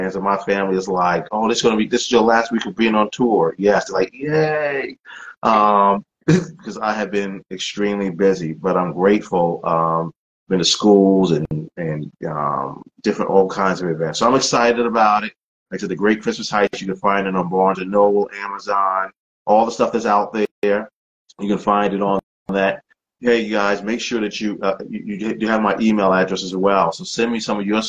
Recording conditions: video call